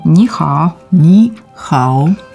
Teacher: первый слог мы произносим вторым тоном, как с удивлением «ни», а второй слог произносим третьим тоном, уже нисходящий и восходящий «хао». В итоге мы получаем «нихао».